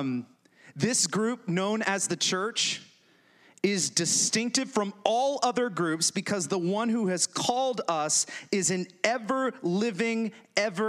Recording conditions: large echoing room